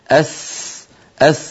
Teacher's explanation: السين قوية فيها صفير أس، فلما يتجاور الضعيف مع القوي يطغى القوي على الضعيف، سبحان الله، حتى في الحروف فإن هذا موجود، ليس في البشر أيضا.